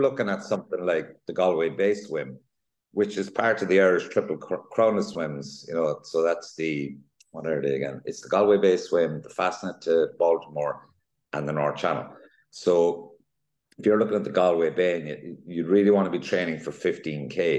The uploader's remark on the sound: On a zoom call from his Dublin home.